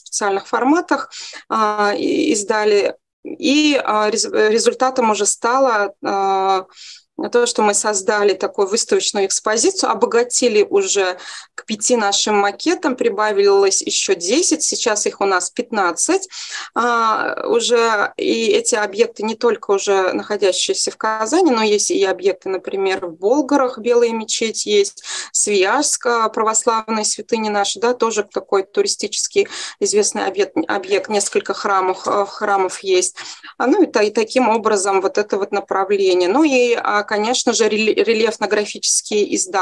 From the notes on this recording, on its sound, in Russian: Видеозапись вебинара